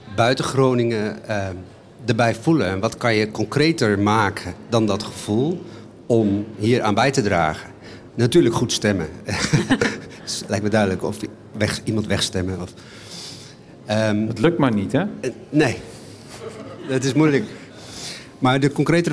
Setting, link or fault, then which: setting, live audience